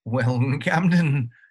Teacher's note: there was sort of a dramatic warble to her voice.